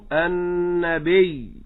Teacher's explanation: النبي هذه هي الصحيحة وننشط على قبل الأخير وهو الباء